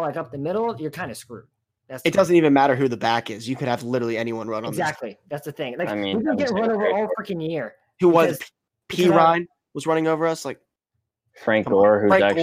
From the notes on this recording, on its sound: Apolgies for the poor mic quality